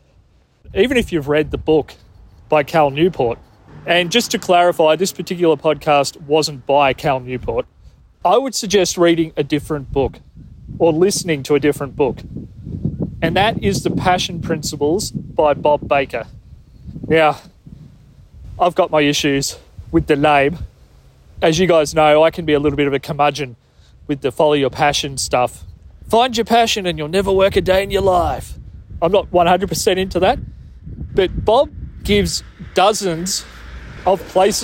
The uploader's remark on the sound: (Walk-isode). Out for a walk when he heard something that made him want to record this extemporaneous Walk-isode.